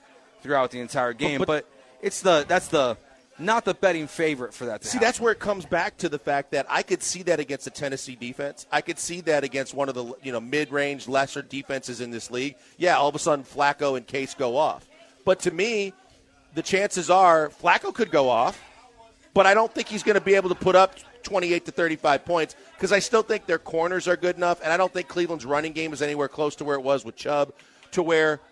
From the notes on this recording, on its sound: LIVE from Nick's Place for the 97.5 Christmas Party!